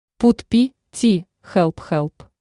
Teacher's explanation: Пи. П с придыханием.